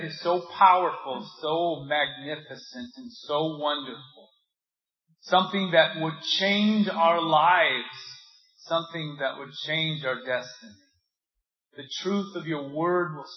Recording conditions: poor sound quality